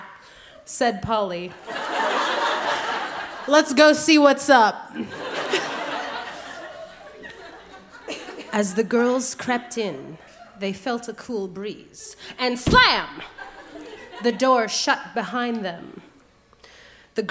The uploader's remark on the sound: Recorded live at The Rondo in Windsor, ON.